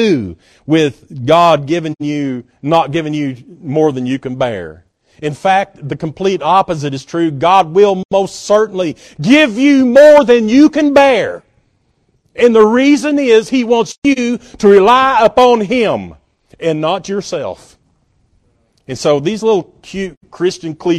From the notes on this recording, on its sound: at Northside Baptist Church-in Knoxville, TN